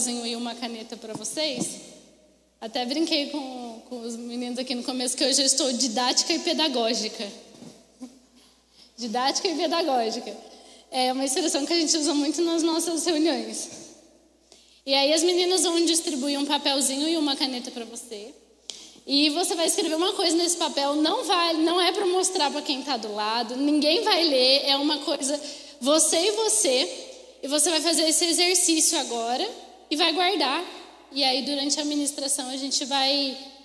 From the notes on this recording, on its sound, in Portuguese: Mensagem ministrada ao vivo em 04/09/2021.